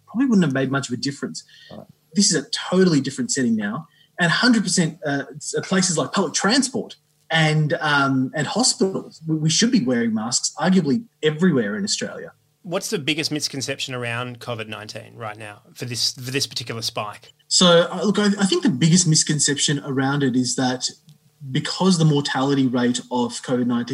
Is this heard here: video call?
yes